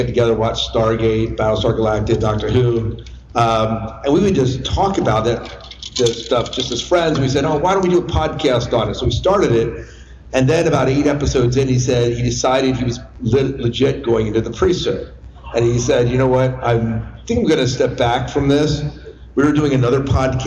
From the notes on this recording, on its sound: Our Live Show at Farpoint 2022.